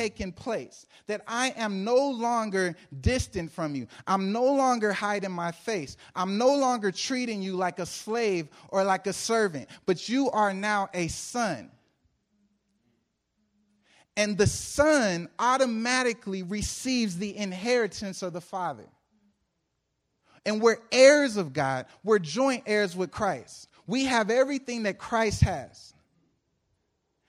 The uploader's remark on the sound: Preached April 5, 2014 at The Living Room Church in Van Nuys, CA.